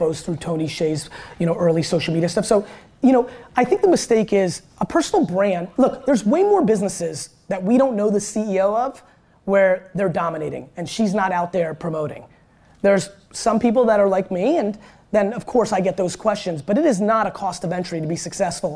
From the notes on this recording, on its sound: one of my all-time keynotes at South By Southwest in 2016